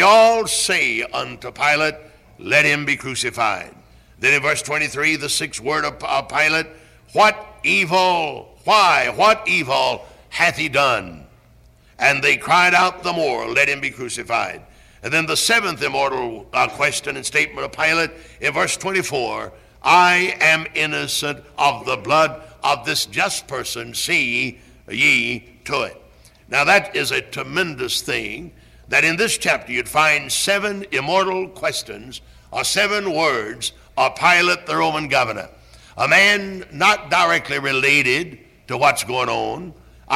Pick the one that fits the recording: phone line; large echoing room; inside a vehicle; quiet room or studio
large echoing room